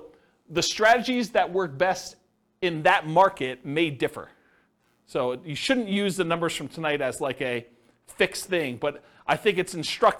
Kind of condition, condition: setting, live audience